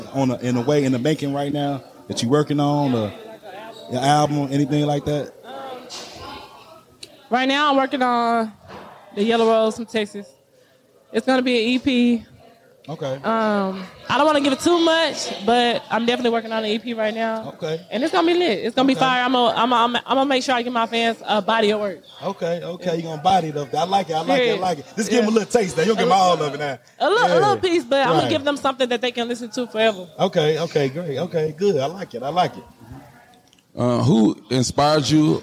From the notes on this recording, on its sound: Live From Sin City Seafood in Las Vegas